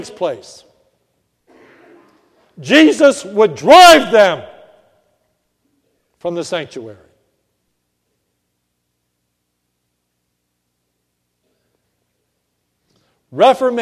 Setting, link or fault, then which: setting, large echoing room